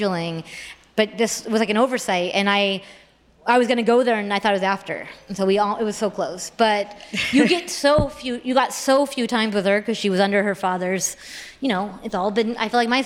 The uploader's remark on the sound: joins LIVE at the 2022 On Air Fest